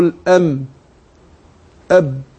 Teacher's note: الميم والباء تخرجان بانطباق الشفتين